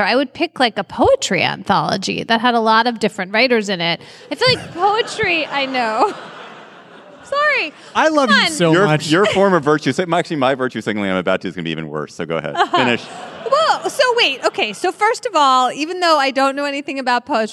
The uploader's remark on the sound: Live From New York!